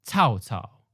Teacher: Third tone mid falling wants to have a more dramatic fall, so it jumps up higher and becomes a second tone high falling